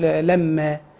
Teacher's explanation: الميم مشددة ومفتوحة نقول لما